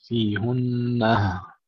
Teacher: يعقوب قرأ بضم الهاء، وإذا وقف فإنه يقف بهاء السكت